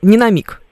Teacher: А то может быть даже и такой неопределенный гласный звук, потому что мы что-то среднее произносим между «и» и «е»